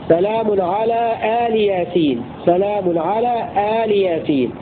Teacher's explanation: بفتح الهمزة ومدها مد بدل وكسر اللام هكذا: سلام على آل ياسين، سلام على آل ياسين، على أنها كلمتان، كلمة آل أضيفت إلى ياسين، ويجوز قطعها بالوقف على آل للاختبار أو الاضطرار أو التعليم.